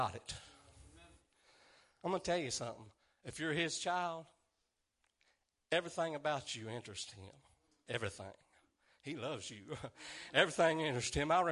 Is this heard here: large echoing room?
yes